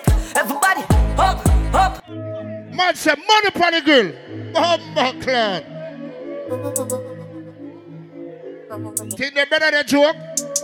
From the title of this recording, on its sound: LIVE AT STRIPPER FEST NOV.10TH 2023